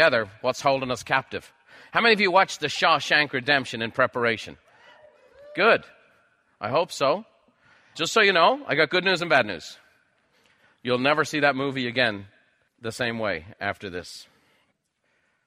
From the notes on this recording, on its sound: A live recording from a recent Buffini & Company event.